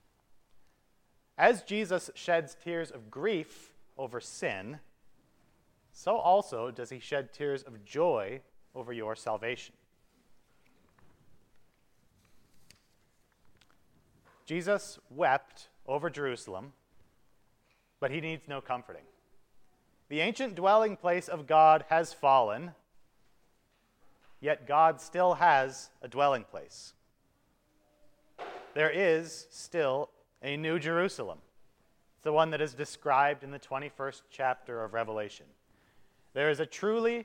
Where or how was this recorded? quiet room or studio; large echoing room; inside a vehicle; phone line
large echoing room